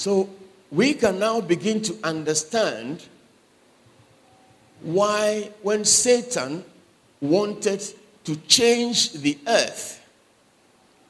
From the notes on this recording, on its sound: Sermon preached at CBC Adabraka Campus